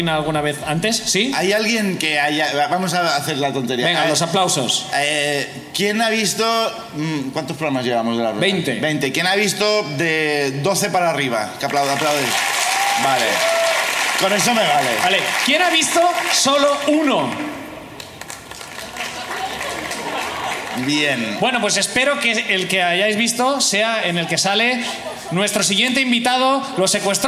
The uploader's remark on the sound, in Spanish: Vuelve La Ruina al festival Cruïlla. Gente del público sube a contar sus miserias.